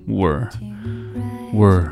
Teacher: we are we are 会弱读成 were were